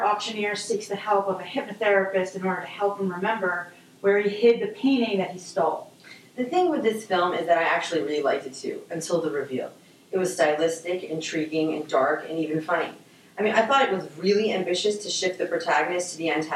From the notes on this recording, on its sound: Apologies for some audio issues on this recording.